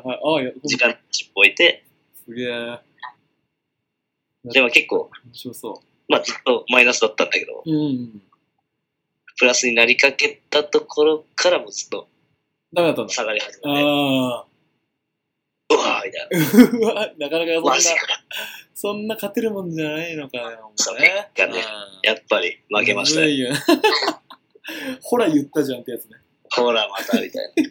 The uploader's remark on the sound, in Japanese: Skypeを通して、エジンバラでの生活をお届けしてくれました。